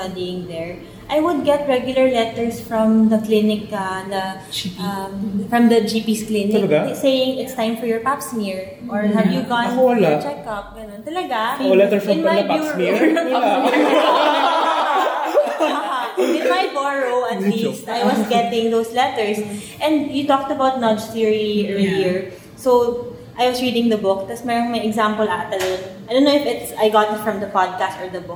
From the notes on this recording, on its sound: Recorded on 11 March 2019 at the Nipa Brew Taproom, Makati.